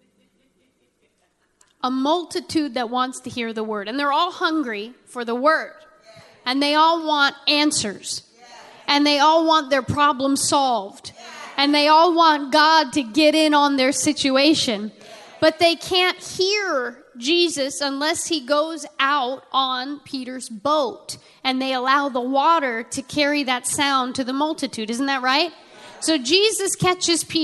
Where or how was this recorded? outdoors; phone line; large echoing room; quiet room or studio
large echoing room